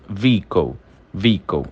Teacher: O H, ele tá ali no meio, mas ele não tem nenhuma participação no som.